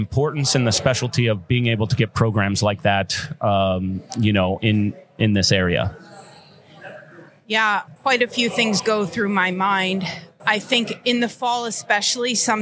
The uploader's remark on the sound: Live at the Collegiate Open